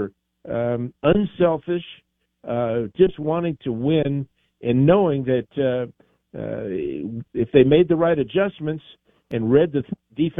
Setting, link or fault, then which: link, phone line